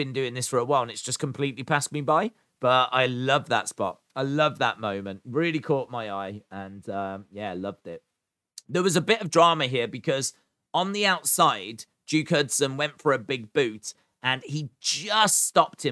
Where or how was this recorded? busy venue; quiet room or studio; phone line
quiet room or studio